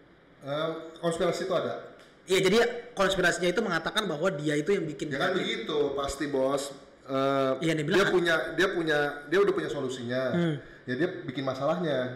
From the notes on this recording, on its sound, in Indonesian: maaf ya suaranya agak jelek karena sound-nya belum di setting.